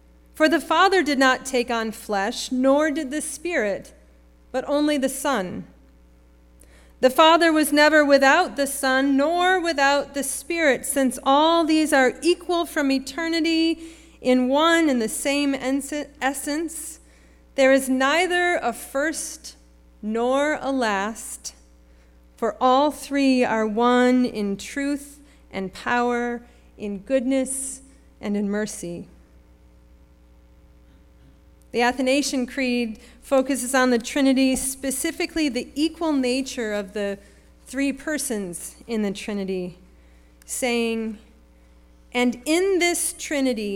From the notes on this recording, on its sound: Sermon preached at RCHP on May 21, 2023.